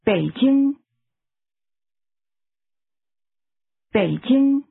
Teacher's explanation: Beijing is pronounced with a falling, rising tone, followed by a high-level tone.